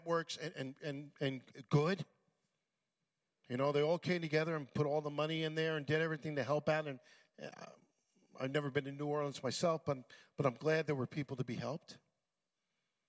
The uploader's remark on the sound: at Full Gospel Church Livingston, NJ.